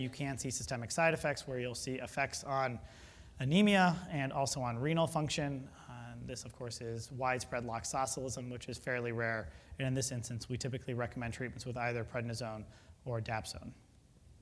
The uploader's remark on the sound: Was recorded at the 2013 Summer SDPA Conference in St.